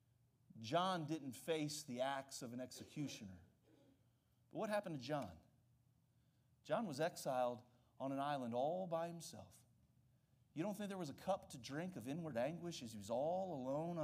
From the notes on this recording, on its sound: during the Tuesday evening service of our Fall Revival on October 3, 2023